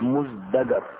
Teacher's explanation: وأصل الكلمة مزدجر بالتاء، والتاء حرف مهموس، والذاي السابقة لها حرف مجهور، فأبدلت التاء بالدال القريبة منها في المخرج وكي تتناسب مع الزاي في الجهر، فأصبحت مزدجر.